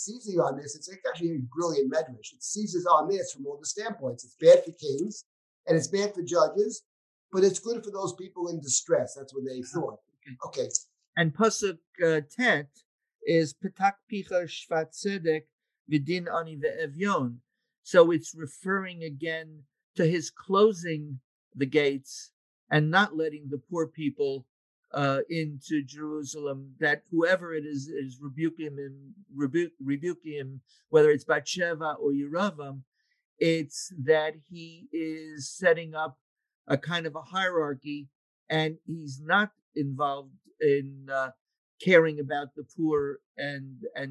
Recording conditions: video call